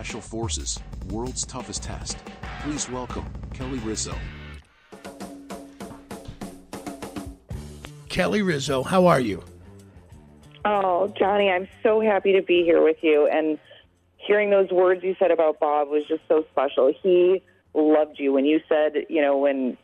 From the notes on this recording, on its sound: on the phone